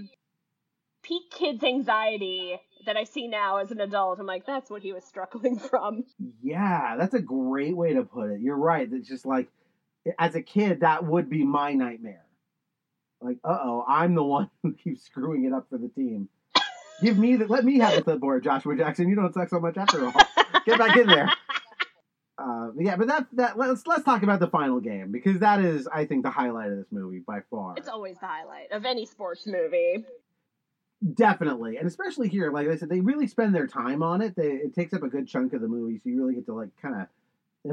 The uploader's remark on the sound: This episode had some audio quality issues.